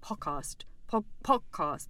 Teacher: But interestingly, in the Lisa Jewell one, the way it's read aloud is they do this weird thing where they kind of swallow the D on podcast and it sort of comes out like podcast, podcast, like a glottal stop